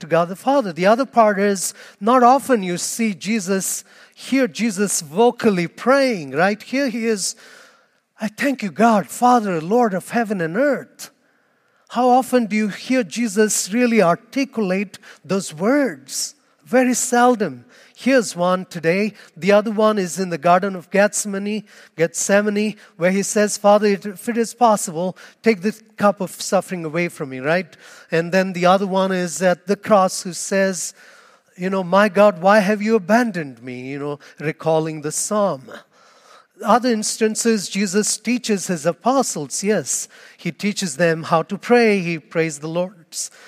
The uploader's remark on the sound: Homily Audio